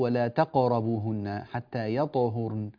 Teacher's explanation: قلقل القاف وقلقل الطاء